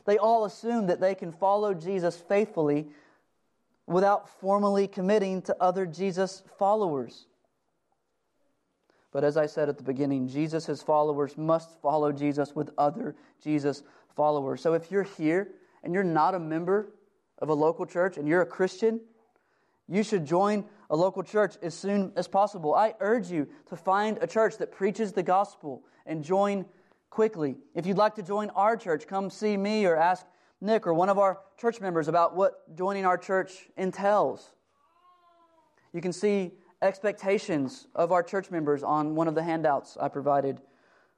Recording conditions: large echoing room